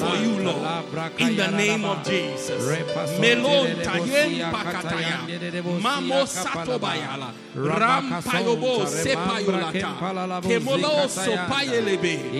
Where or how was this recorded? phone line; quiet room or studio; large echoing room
large echoing room